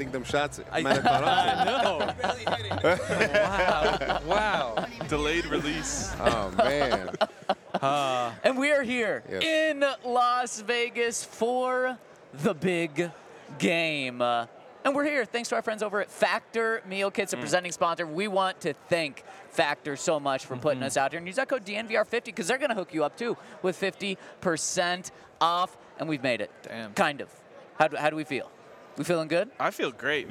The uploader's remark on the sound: LIVE FROM SUPER BOWL 58 RADIO ROW. An ALLCITY Network Production.